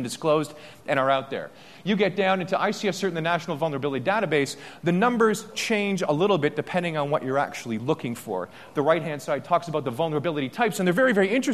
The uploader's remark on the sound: day two keynote speech from AusCERT